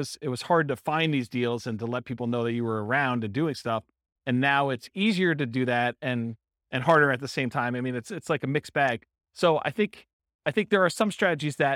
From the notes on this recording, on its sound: Real estate entrepreneurs in Fargo, North Dakota. This was a live class recorded.